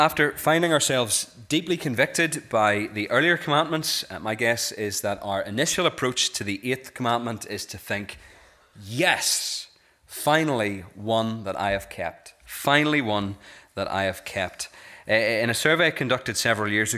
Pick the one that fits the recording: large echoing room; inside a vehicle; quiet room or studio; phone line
large echoing room